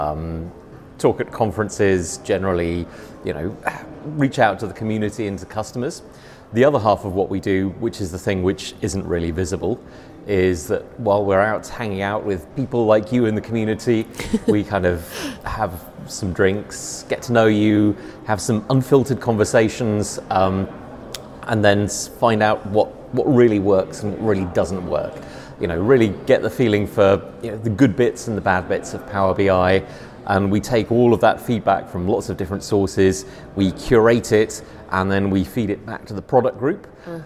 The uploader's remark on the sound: recorded at DataMinds Connect in Belgium